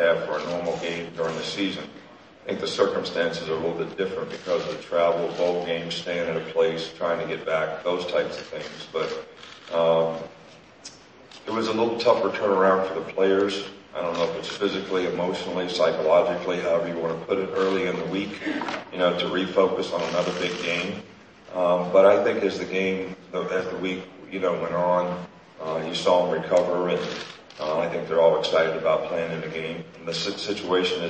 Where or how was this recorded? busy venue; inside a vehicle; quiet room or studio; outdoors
busy venue